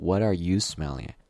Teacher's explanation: 所以他会对 you 进行一个重读 What are you smelling at?这个 you、啊、就是正常的发音，不会弱读成 ya 或者是 ya，所以读起来应该是 What are you smelling at?